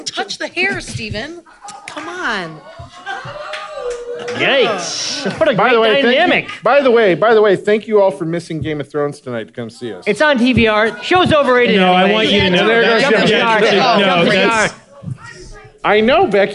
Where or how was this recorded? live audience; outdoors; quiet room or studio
live audience